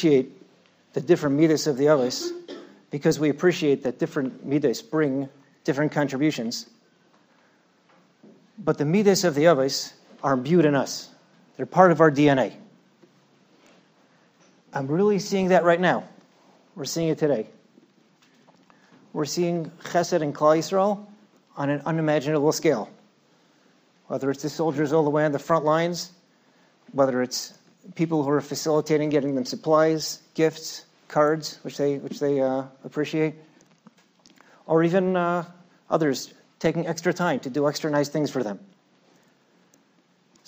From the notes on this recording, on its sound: At Night Seder Thursday night. Shiur recorded in Yeshivas Ohr Reuven, Monsey, NY.